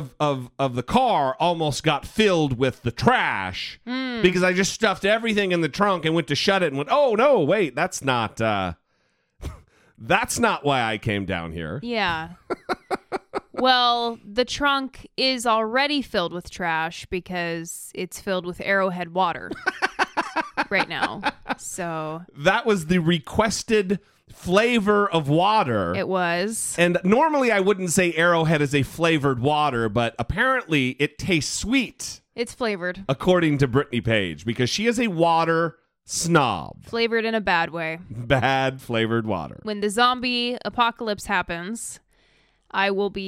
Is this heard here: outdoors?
no